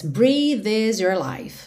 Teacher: Breathe, você já junta esse v no is. Breathe is your life, ok?